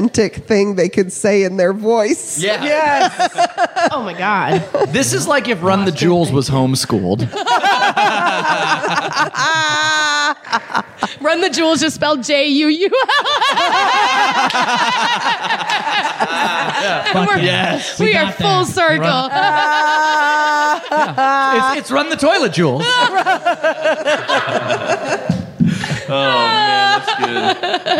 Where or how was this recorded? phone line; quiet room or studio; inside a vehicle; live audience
live audience